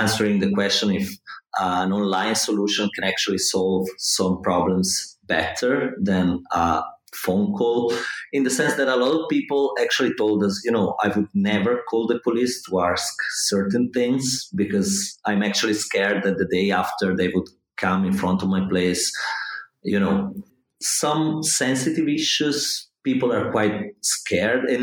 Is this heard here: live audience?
no